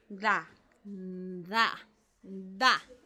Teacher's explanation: se pronuncia dando la punta de la lengua sobre los dientes de arriba